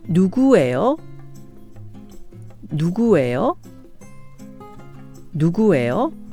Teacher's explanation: The common component is 에요 at the end, in all of them. The five question words 누구, 뭐, 어디, 언제, and 얼마 are followed by the verb be 예요, which is pronounced 에요 with a rising intonation.